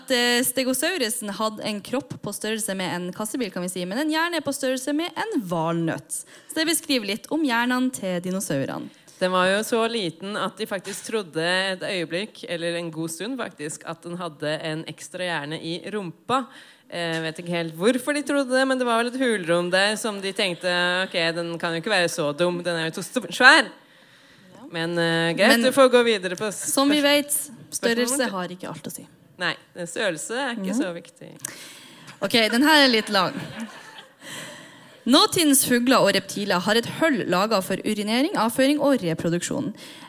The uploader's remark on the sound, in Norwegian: Live fra Uhørt! Dino & vino er et liveshow der vi drikker vin og snakker om dinosaurer, og alle er invitert!